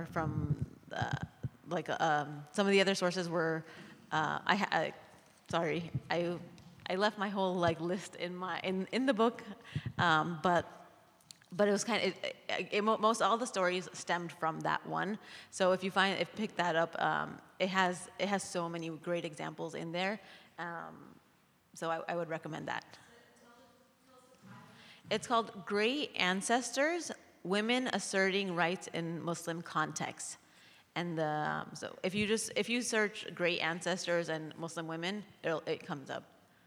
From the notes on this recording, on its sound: Q&A Discussion Circle w/the Imam. Takes questions from the congregation.